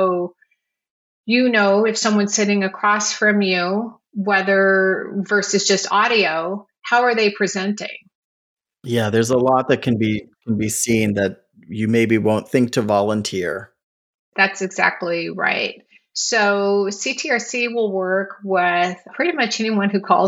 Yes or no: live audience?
no